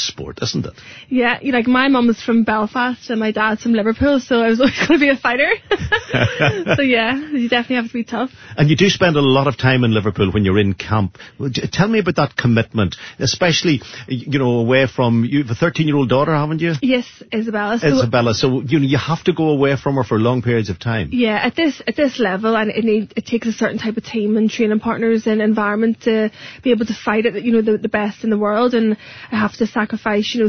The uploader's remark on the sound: Called in to U105 studios.